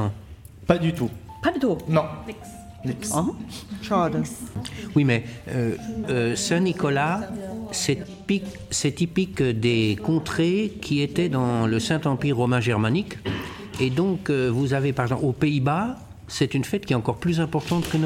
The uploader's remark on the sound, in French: L’émission a été enregistrée à la Kettenfabrik de Sarrebrucken , en présence des seniors allemands et français. L’émission a été enregistrée à la Kettenfabrik de Sarrebrucken , en présence des seniors allemands et français.